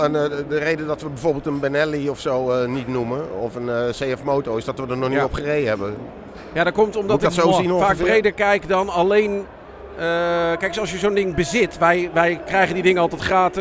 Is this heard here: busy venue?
yes